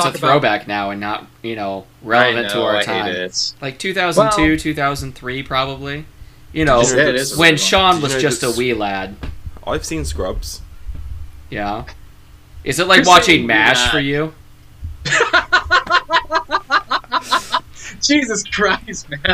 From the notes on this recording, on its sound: Once again the audio is ass, unfortunately